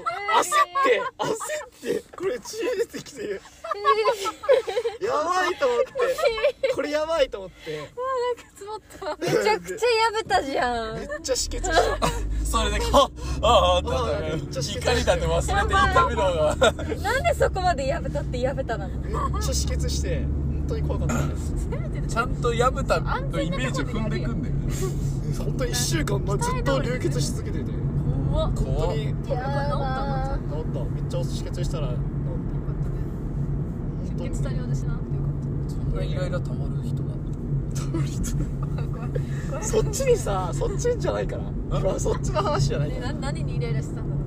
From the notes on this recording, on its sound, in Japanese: 立ち上げメンバードライブラジオ③ 〜江ノ島到着編〜。収録中は常時マスクを着用しております。車に乗るやいなや録音を始めた。途中で我慢できなくなって車内で音楽が響き始めたのはここだけの話。